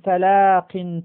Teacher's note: ولا شك أن القاف والفاء متباينان في المخرج. القاف هذه من أقصى اللسان، والقاف أقصى اللسان فوقه